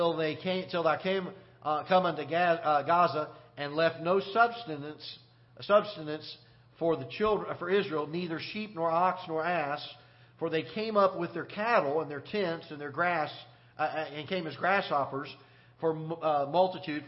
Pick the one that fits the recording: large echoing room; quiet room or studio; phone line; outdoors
large echoing room